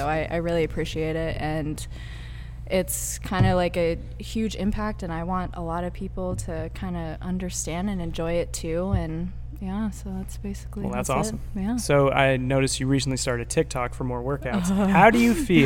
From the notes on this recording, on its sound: We are LIVE at the Pale Horse Coffee cafe